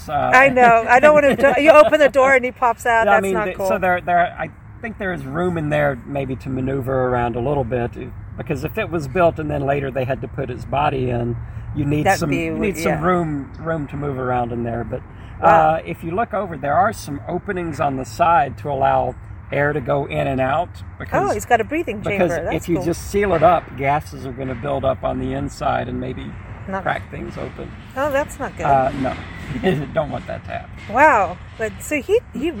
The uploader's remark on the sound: Recorded onsite at the historic American Cemetery